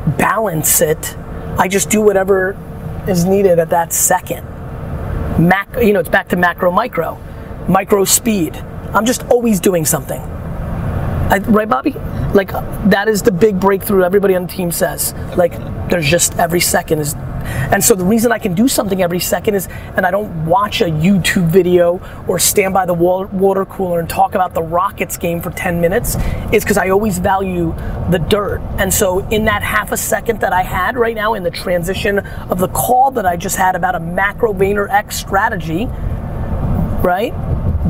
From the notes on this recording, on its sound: To do a live Q&A in the car while traveling in Boston.